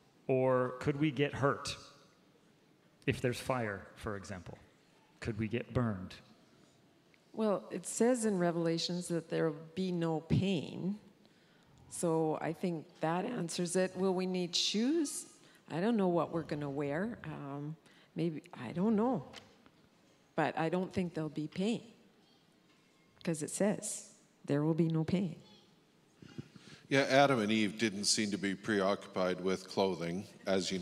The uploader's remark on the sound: Our panel of ministry staff took the stage.